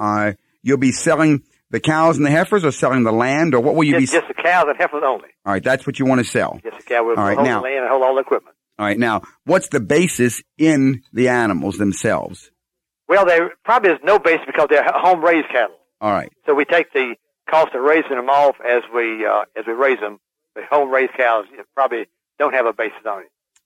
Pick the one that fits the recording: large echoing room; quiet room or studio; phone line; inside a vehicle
phone line